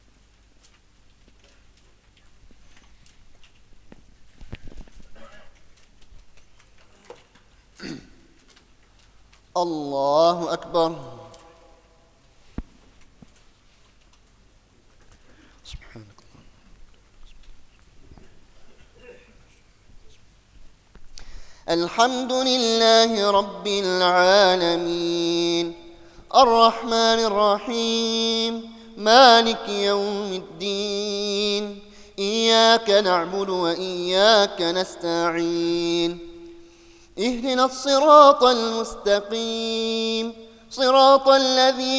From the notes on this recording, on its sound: Audio Recorded at Ramadhan 2019, Northampton Mosque and Islamic Centre.